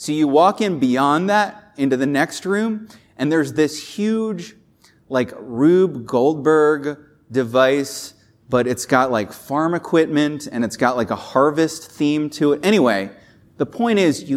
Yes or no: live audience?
yes